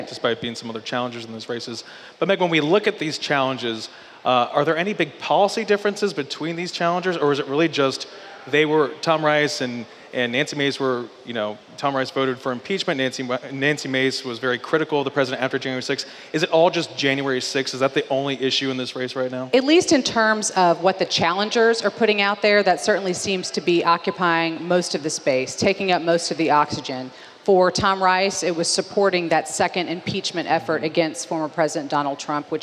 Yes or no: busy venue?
yes